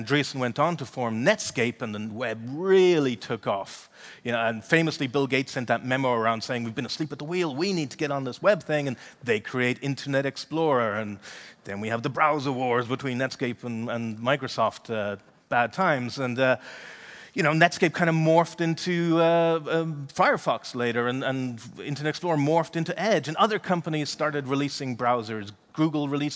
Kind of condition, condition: setting, live audience